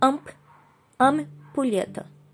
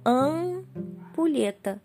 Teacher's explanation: O an sai em um, um movimento só de sua boca. · Shown in: second take · Logo, ele é um som só.